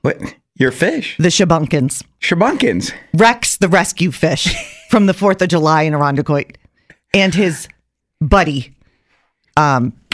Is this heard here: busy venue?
no